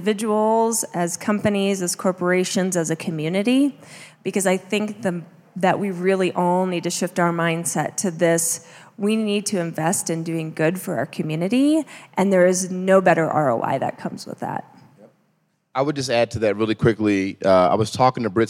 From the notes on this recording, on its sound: LIVE at Denver Startup Week. Elevated Denver hosted a live podcast recording.